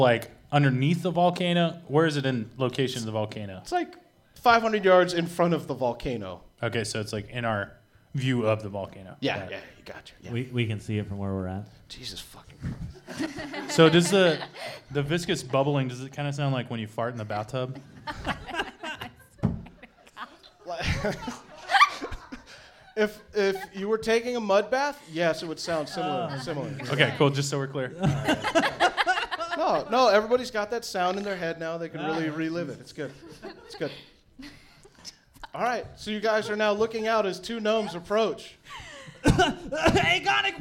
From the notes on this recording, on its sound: LIVE From The Whiskey Barrel. The very first live recording.